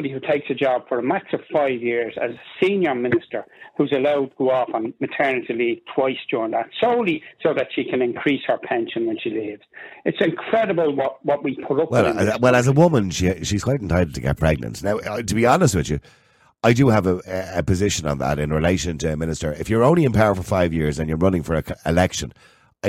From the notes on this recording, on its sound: Opens the phone lines, urging listeners to share their thoughts and experiences regarding the Irish Police.